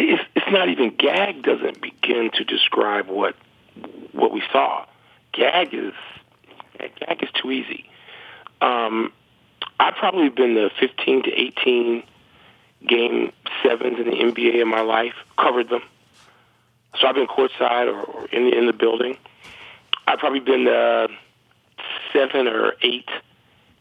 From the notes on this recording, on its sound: calls